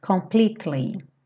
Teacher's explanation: Cuidado para não falar completely. Esse E depois do T não é pronunciado. Então pensa como se fosse T-L-Y.